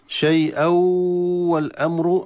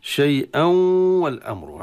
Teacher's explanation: ينبغي أن نراعي أن الغنة والواو تكون بنسب متساوية، لا تطغى الغنة ولا يطغى الواو · Shown in: second take · في الصوت شيء والأمر. · Term: إدغام ناقص